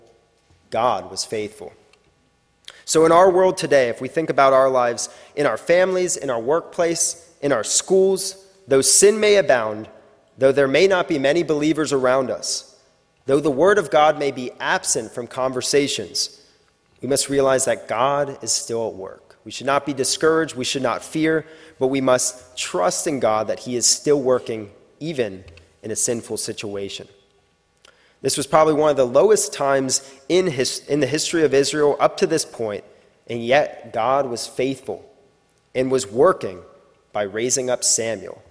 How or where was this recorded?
large echoing room